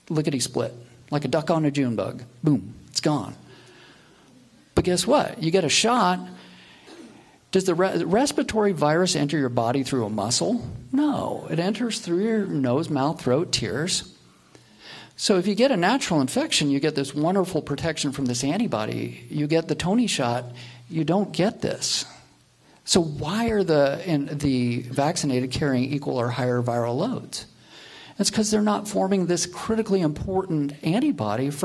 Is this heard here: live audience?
yes